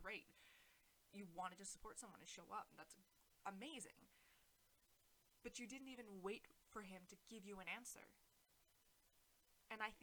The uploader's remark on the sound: mic problems